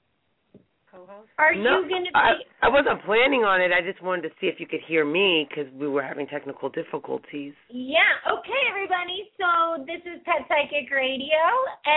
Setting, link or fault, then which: link, phone line